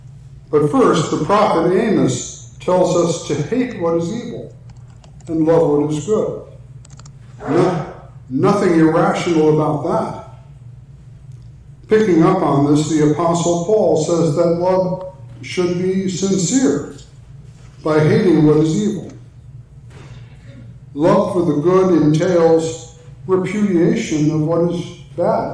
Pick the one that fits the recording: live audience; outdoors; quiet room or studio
live audience